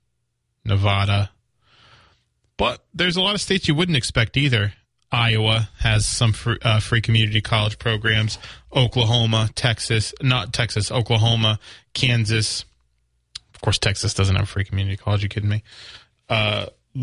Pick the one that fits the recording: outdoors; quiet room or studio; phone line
phone line